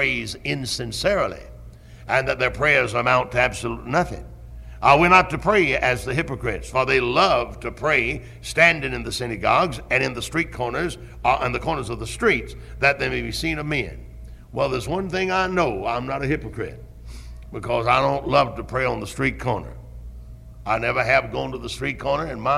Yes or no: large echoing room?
yes